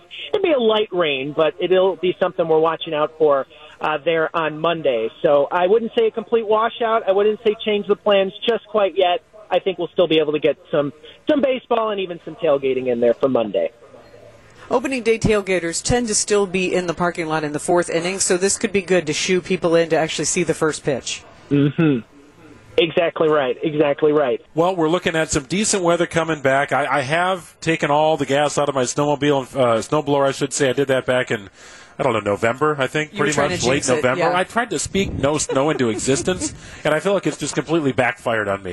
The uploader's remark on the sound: live broadcast from the 2nd annual Brewers Eve Bash at The Barrel Yard